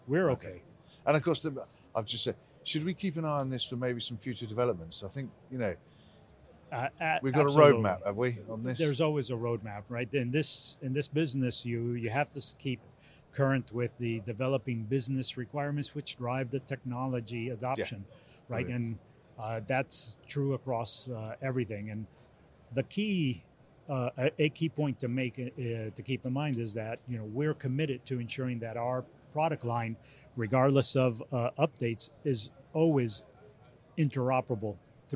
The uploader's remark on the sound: At IBC 2022.